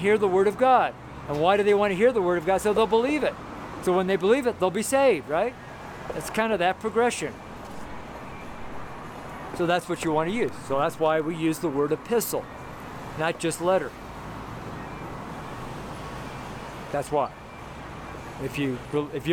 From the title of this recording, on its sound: FRIDAY STREET SERMON